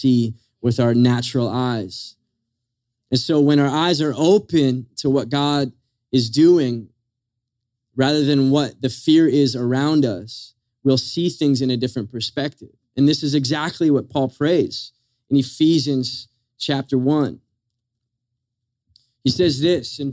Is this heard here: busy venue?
no